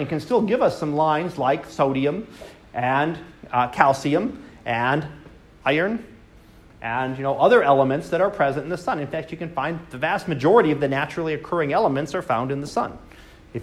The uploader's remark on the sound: Live Class Lecture